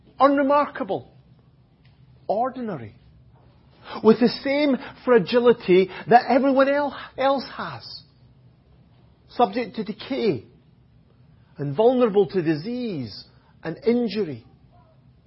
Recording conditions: large echoing room